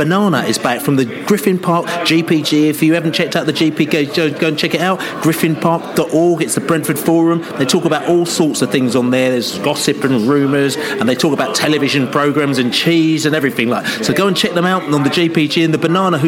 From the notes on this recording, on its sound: The Pre-Match Nottingham Forest Podcast From The Pub. The Beesotted crew met in The Olde Packhorse Pub in Chiswick High Road.